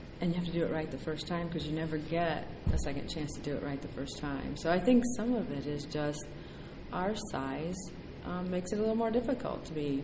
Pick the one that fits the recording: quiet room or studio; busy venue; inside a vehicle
busy venue